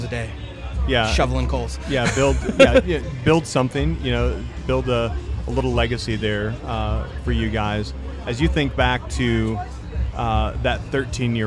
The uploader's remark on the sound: We are live from The BBQ LOve Fest in Tampa Florida again sitting down with another amazing pitmaster.